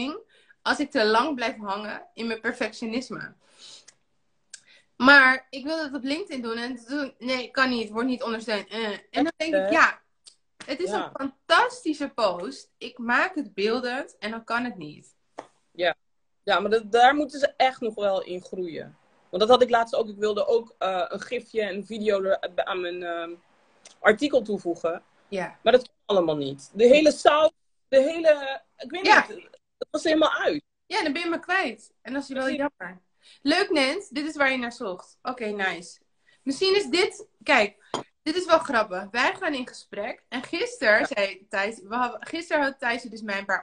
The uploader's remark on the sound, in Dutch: Dit is een audio van de live die ik deed op Instagram.